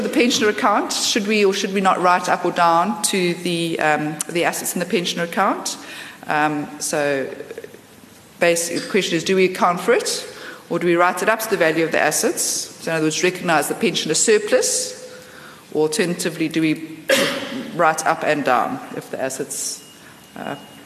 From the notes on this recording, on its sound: Pensions Conference held at the Lord Charles Hotel on Monday 3 August 2015.